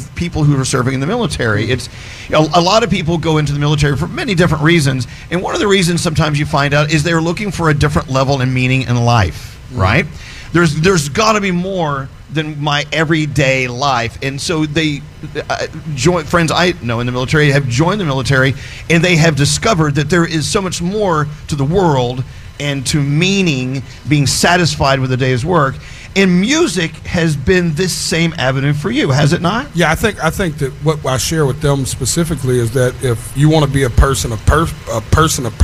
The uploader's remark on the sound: stopped by our live broadcast at the Intrepid Museum